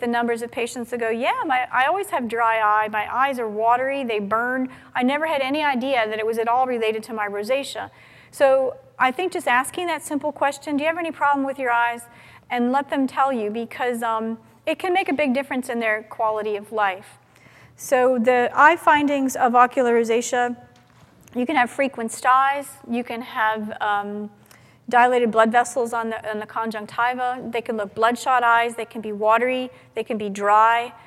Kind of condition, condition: setting, live audience